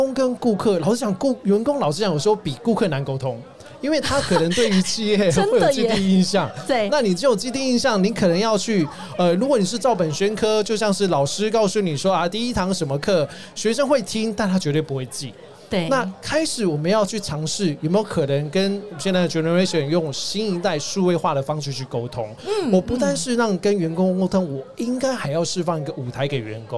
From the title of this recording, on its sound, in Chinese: VISION 2022 臺大校園徵才博覽會-Live Podcast